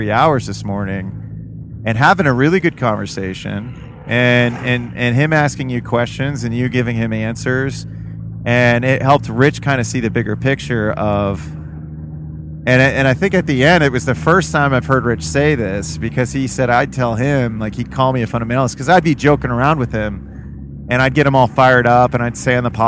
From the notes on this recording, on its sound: CarPod. While we are driving from Columbus to Detroit.